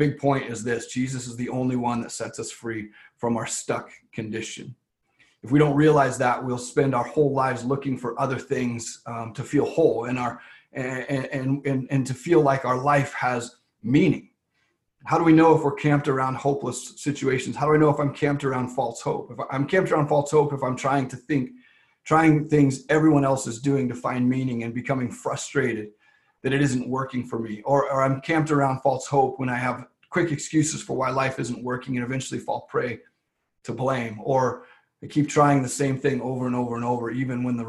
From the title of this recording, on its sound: LWRV Zoom Church